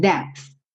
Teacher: Você chega a fazer o P, só que você não se preocupa em fazer aquela explosão do P